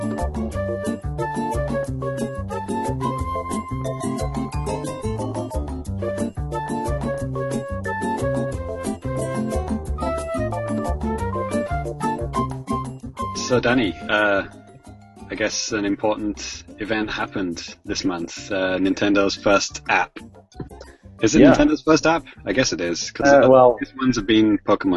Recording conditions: video call